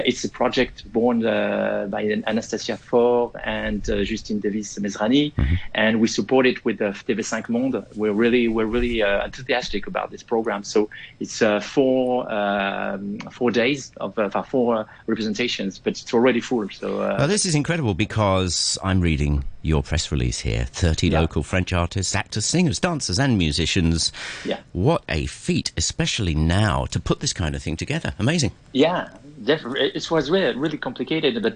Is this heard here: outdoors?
no